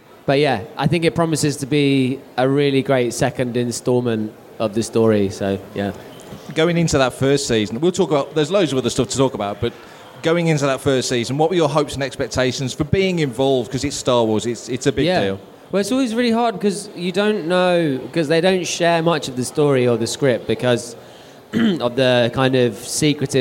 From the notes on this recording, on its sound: Making Tracks LIVE at London Film and Comic Con 2023. Fantha Tracks returned to the Star Wars Zone at London Film and Comic Con for the fourth time and recorded four episodes of Making Tracks LIVE across the weekend.